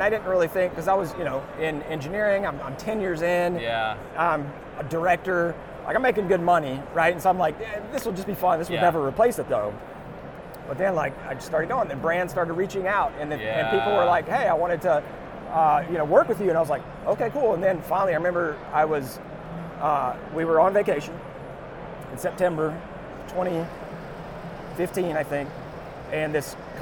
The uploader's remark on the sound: Live at AU 2023 in Las Vegas!